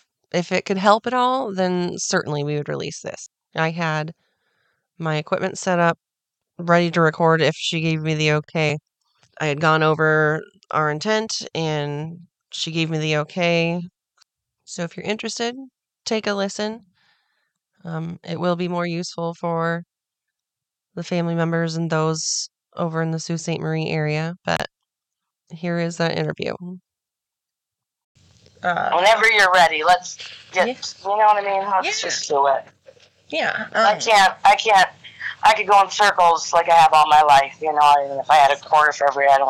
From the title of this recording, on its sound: Phone Interview